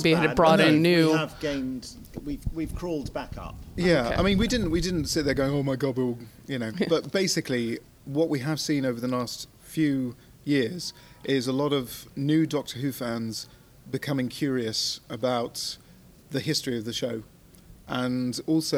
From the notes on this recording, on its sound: They also present the second and final slab of audio gold from the Gallifrey One Doctor Who convention in LA.